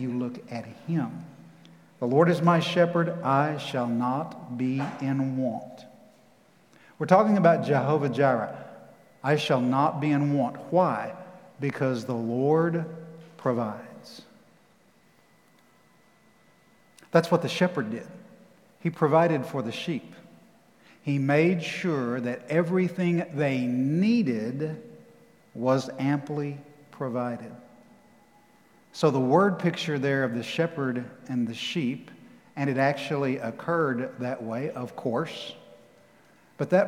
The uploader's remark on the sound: Recorded live at The Fellowship in Nashville on June 13, 2021.